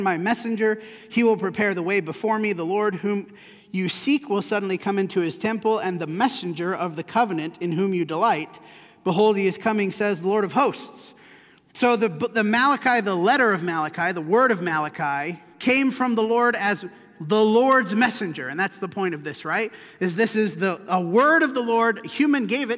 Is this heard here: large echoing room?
yes